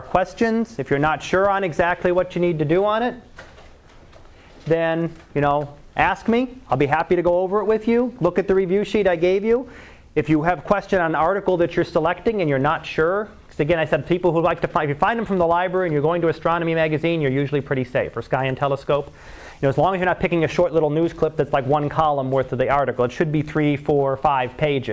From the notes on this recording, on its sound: Live Class Lecture.